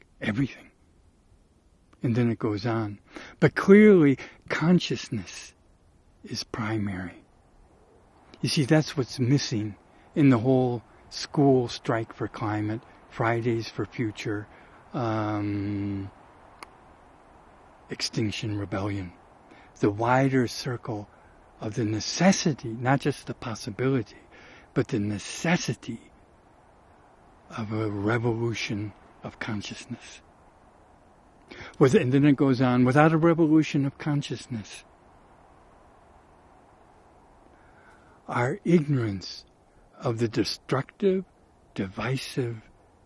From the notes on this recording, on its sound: RECORDED at a place I call Muir Lake, the South WALLOWAS, Eagle Cap Wilderness VIII.